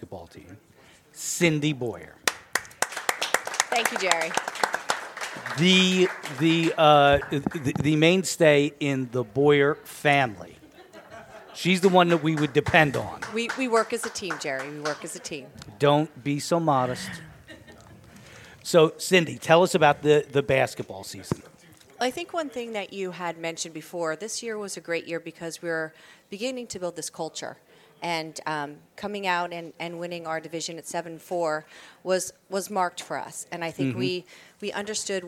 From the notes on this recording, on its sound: Live from The New Bertie's Inn, 160 Old Friendensburg Rd. At Five Points.